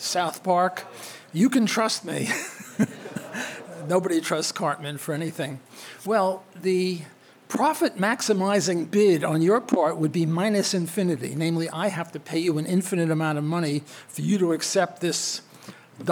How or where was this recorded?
live audience